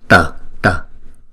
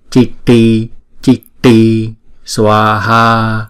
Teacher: Chữ T này chúng ta cong lưỡi lại và búng ra T, T. Chitti, Chitti Swaha.